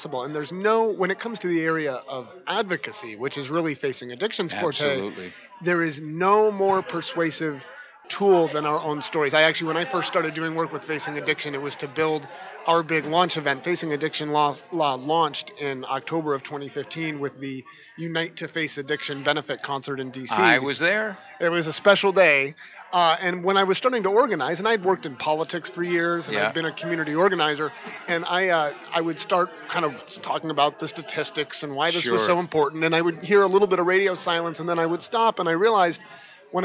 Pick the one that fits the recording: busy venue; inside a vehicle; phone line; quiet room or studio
busy venue